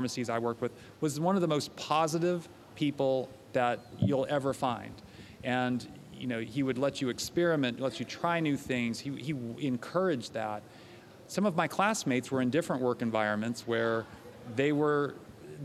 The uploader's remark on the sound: LIVE at RBC. Held at Cardinal Health’s annual Retail Business Conference (RBC) in Boston.